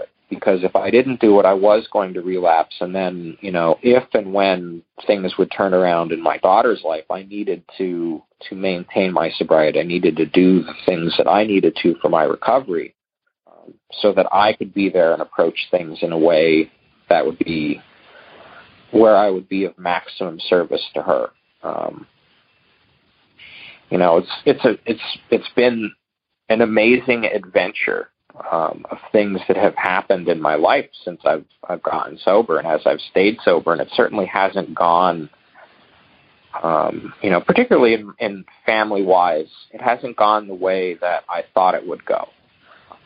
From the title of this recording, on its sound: Monday Noon Phone Speakers Series